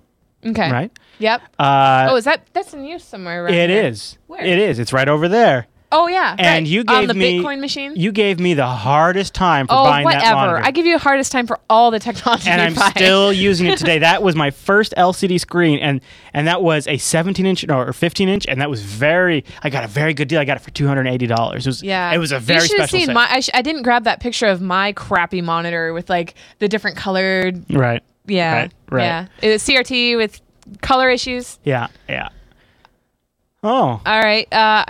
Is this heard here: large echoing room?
no